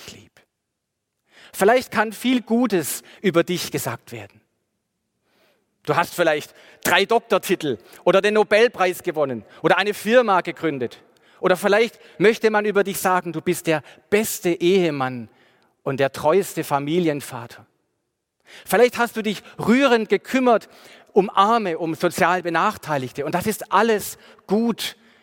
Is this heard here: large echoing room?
yes